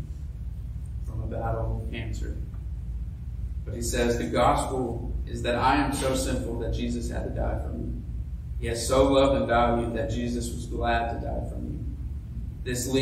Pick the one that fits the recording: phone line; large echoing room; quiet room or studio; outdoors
large echoing room